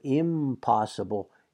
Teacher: N, P, but the P is a labial, right? So we make it an M, impossible, getting in position to say that P. · Term: assimilation